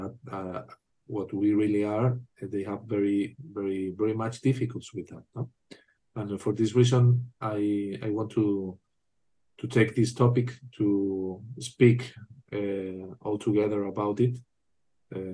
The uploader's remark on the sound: In a Zoom meeting.